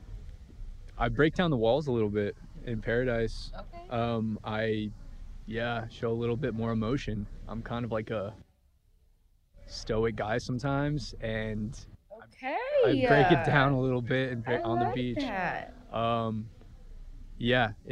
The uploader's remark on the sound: LIVE from ‘Men Tell All’